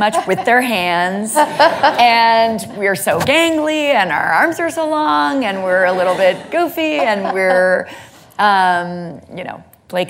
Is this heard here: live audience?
yes